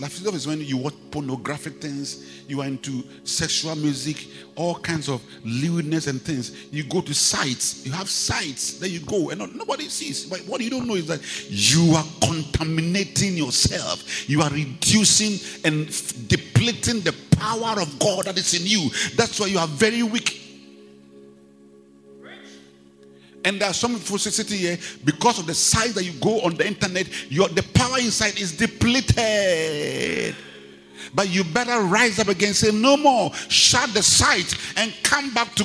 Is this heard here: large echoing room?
yes